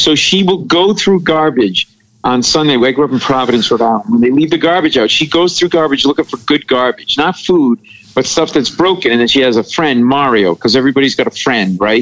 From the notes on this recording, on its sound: somehow, he had a half hour to hop on the phone with us!